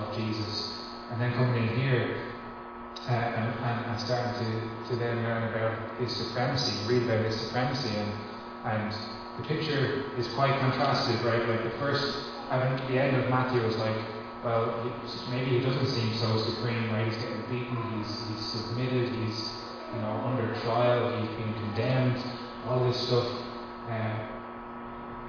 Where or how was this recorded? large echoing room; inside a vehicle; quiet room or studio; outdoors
large echoing room